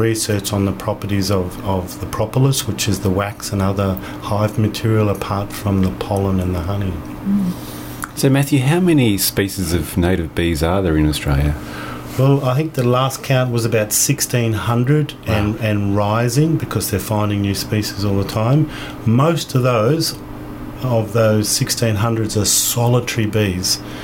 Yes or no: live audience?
no